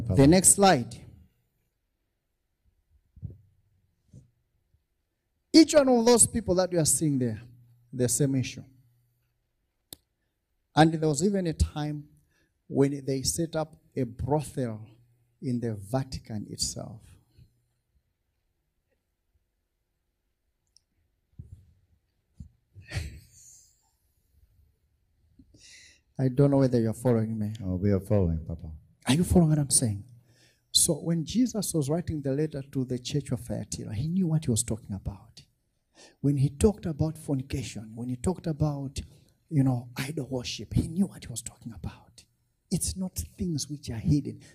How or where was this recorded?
large echoing room